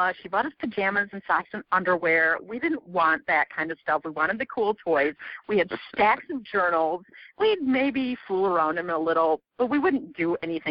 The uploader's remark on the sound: I conduct a telephone interview